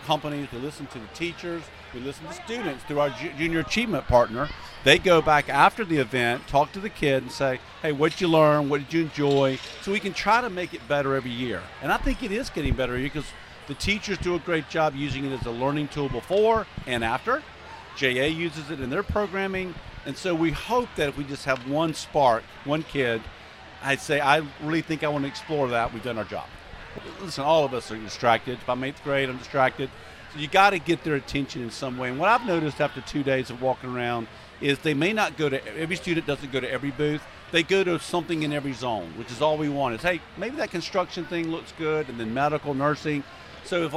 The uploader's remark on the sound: Live at the 2023 Mission Tomorrow Event